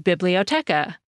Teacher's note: Each syllable in that word gets about the same emphasis